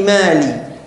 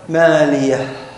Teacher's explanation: هذه هي هاء السكت التي تنتهي بها الكلمة انتهاء مريحا في خروج النفس · Shown in: second take